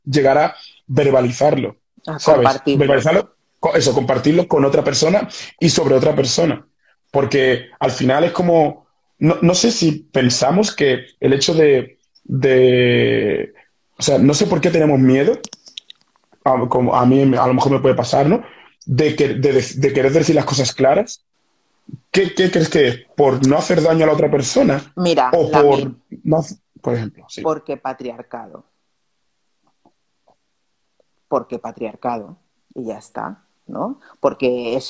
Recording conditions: video call